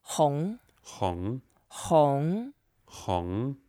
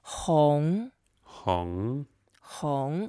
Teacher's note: Hong, and there's a second tone, so let's go up a little bit.